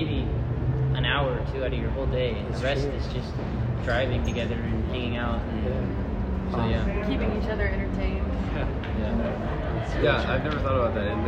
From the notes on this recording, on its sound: We spoke at Treefort Music Festival in Boise. We met outside of this hotel/lounge area at Treefort Music Fest in Boise.